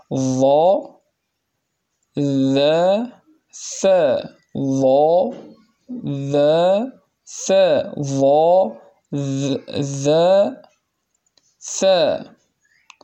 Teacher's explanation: تخرج من بين طرفي اللسان وأطراف الثنايا العليا، تخرج من طرف اللسان كالعادة من جهة ظهره ومن أطراف الثنيتين العليين.